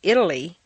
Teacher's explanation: The d of Italy is in the middle and is weak